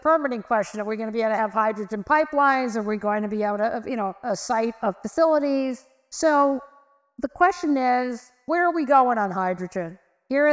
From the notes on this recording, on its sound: Live from NYU. As part of Climate Week in New York, The Energy Gang recorded a special edition in partnership with New York University: an expert panel.